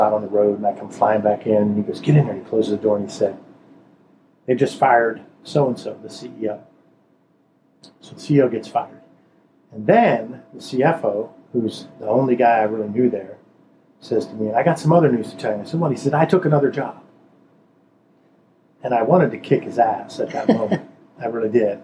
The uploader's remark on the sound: We apologize for the quality of the audio, but it was WAY too hot to record without the AC on.